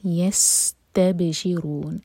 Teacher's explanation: سین پر وسل ساؤنڈ سیٹی والی آواز